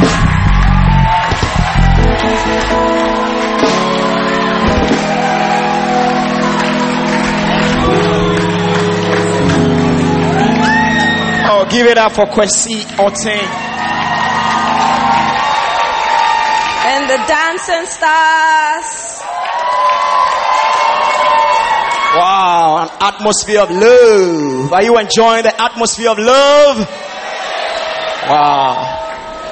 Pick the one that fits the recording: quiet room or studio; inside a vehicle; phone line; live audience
live audience